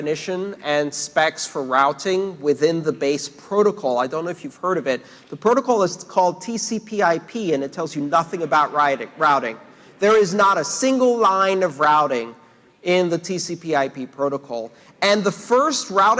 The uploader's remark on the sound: his recent talk + Q&A at the sold out Internet of Money event